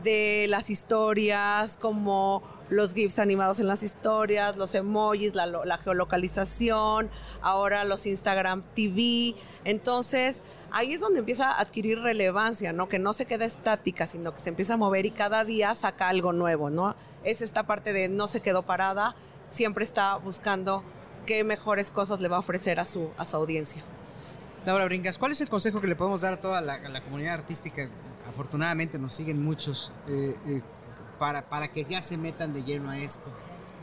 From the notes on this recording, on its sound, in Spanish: Grabado en el stand de Output Podcast en el IAB Conecta 2019.